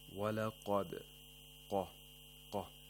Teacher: The qaf has tafkhim because it's a letter of istirla. We have to pronounce it with the mouth opening vertically.